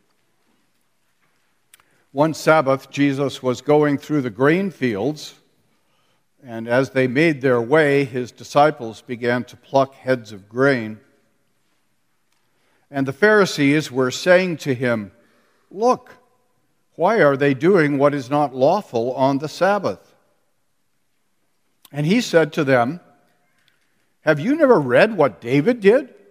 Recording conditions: live audience